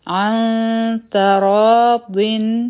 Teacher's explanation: نو دلته مونږه کم ځای کې اخفا وکړه، د نون ساکن نه پس چې کومه تا راغله، دلته مونږه دوه سیکنډ ټایم ورکو، آواز پوزی لاړو او بیا مونږه تا ادا کړه